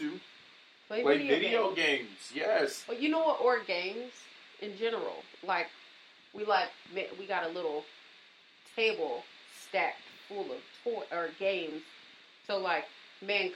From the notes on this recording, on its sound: Rough Audio from our Live Sessions